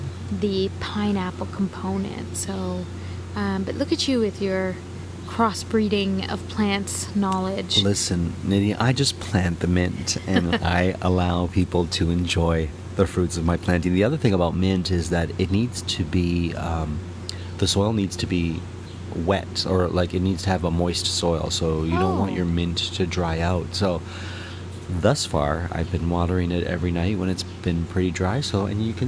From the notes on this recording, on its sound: We are back outside and recorded this episode in the backyard, with sounds of the neighbourhood all around them.